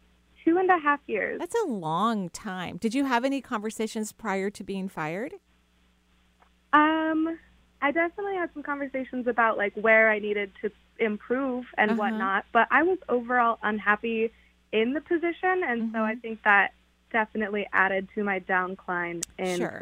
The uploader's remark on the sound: this call in show